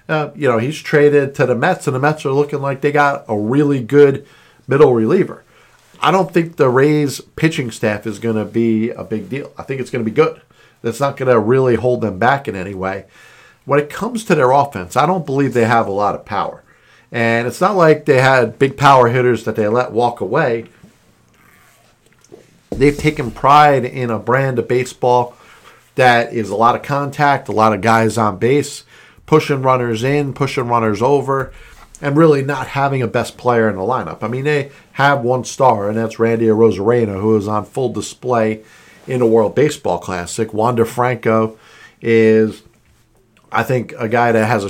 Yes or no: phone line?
no